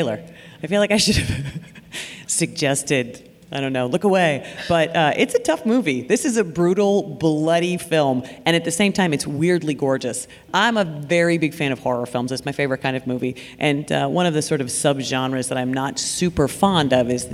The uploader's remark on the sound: Recorded live at the Columbus Podcast Festival.